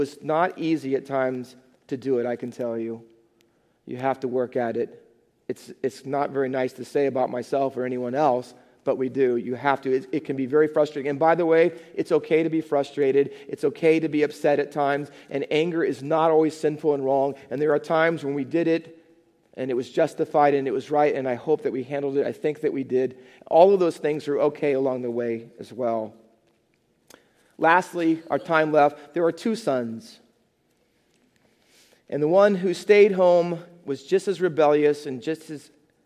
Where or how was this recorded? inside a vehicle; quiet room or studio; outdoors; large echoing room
large echoing room